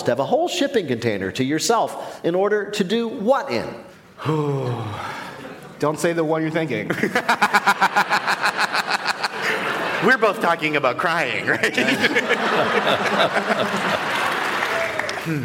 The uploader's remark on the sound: we are back with a brand new show from the Studebaker Theatre in Chicago